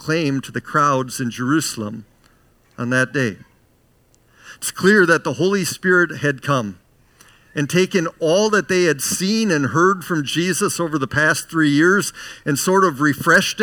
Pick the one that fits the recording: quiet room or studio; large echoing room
large echoing room